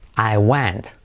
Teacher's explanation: Fijaos esa E, que la hago casi como una A. · Term: E abierta